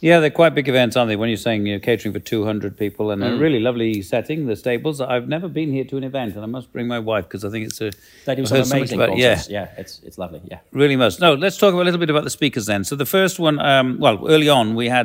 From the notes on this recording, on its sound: reports direct from STC's annual Innovation and Growth Conference